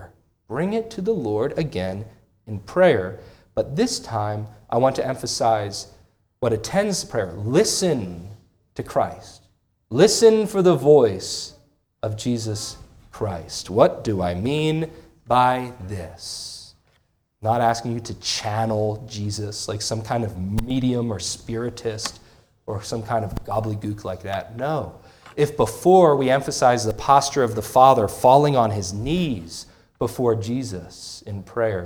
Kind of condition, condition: setting, large echoing room